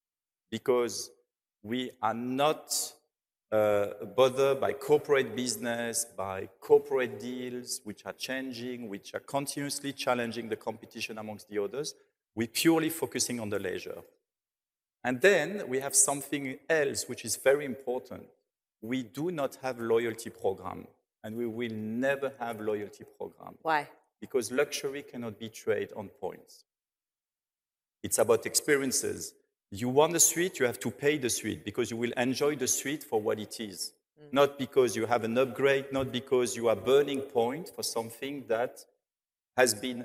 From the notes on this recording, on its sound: on stage in Dubai at Skift Global Forum East